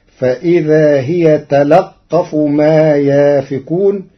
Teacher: قرأ ورش كلمة تلقف بفتح اللام وتشديد القاف